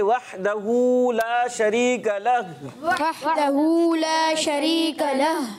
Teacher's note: ہا کو کیا کر دیں گے ساکن کر دیں گے کہ پڑھیں گے وحدہ لا شریک لہ وحدہ لا شریک لہ